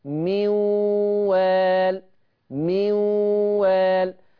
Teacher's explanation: لما بيجيني نون ساكنة ورا منها حرف الواو بيضغم بغنة